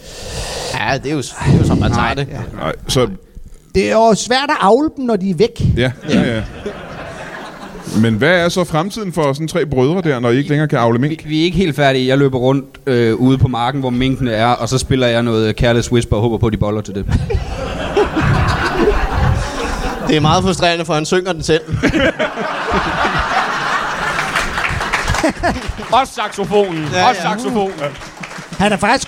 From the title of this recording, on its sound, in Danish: LIVE fra Rib House i Slagelse